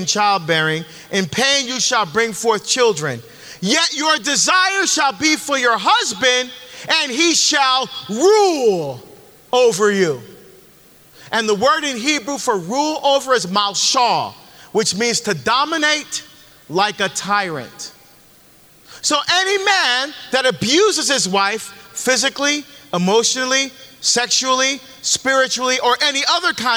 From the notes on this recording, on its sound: LIVE from the Deeper into the Psalms from the Ignite Bible Tour